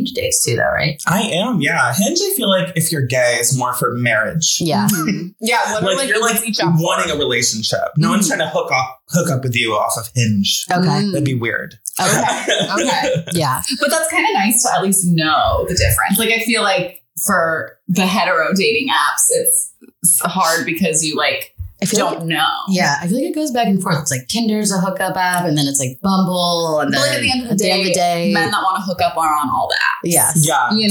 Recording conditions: echo